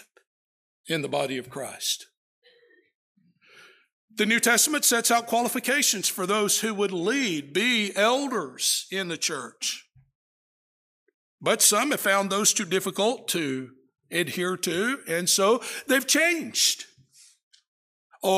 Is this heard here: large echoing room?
yes